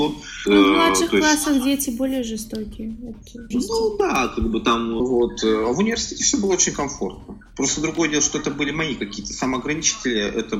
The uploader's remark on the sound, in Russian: качество звука немного хромает - запись велась по телефону, мы находились в разных городах, поэтому заранее предупреждаю о помехах и шумах.